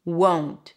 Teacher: In the word won't, we have the long O as in go. In the O as in go, there is a W at the end, O, right? If you don't add in that W, won't, with or without the T, it's gonna sound like want.